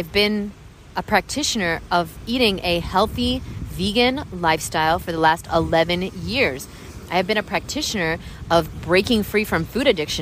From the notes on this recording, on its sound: Sorry for the terrible audio quality we recorded this while eating dinner at the beach